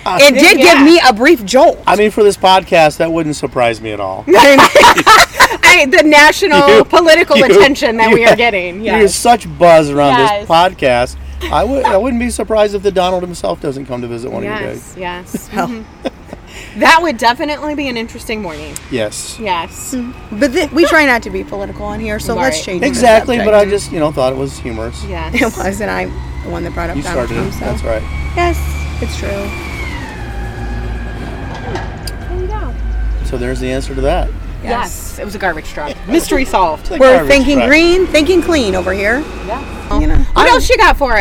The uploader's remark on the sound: Our third guest was the Fostoria Ohio Mayor. All throughout his interview were the "sounds of activity in small town USA".